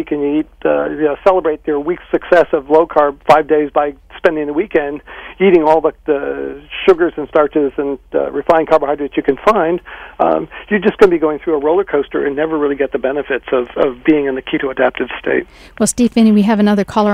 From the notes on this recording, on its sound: Boisterous and mostly unedited live call-in show on KGNU Boulder/Denver.